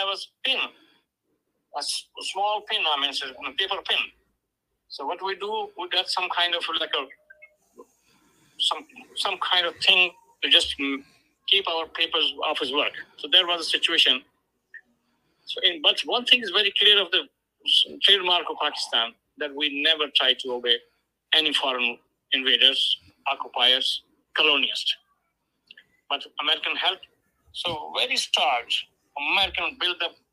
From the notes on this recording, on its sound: Joined Call in interviews.